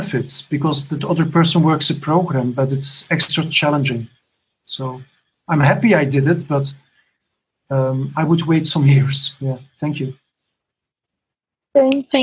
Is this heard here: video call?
yes